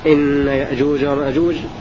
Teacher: فيقرأ عاصم في سورة الكهف إن يأجوج ومأجوج بتحقيق الهمزة في الكلمتين